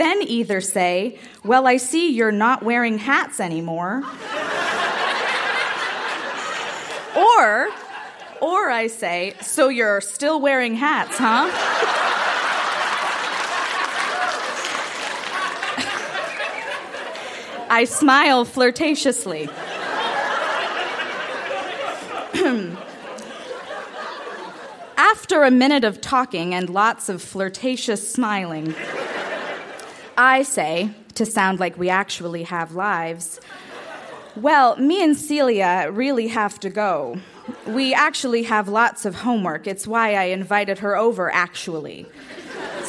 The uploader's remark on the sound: Recorded live at The Royal Cinema in Toronto.